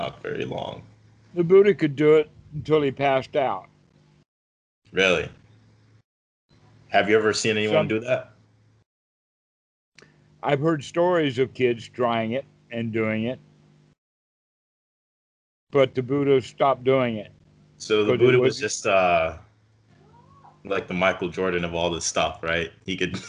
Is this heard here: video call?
yes